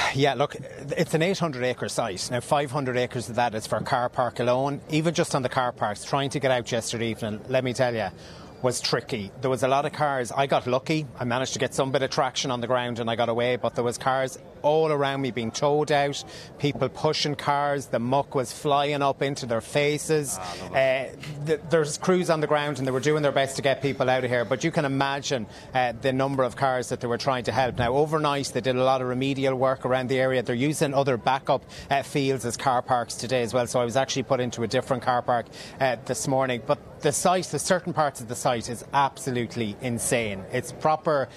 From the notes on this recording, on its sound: live from the Ploughing Championships